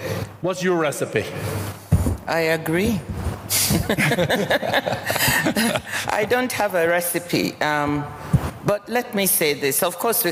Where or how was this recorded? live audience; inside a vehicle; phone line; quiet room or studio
live audience